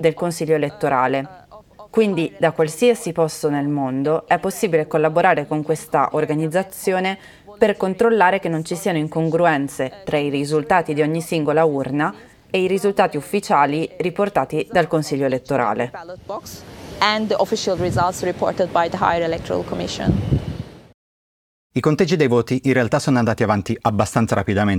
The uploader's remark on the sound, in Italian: È un reportage audio registrato a Istanbul, la città più grande della Turchia. Anziché avere un solo ospite ci saranno tante voci, delle tante persone che abbiamo intervistato in questi giorni in Turchia.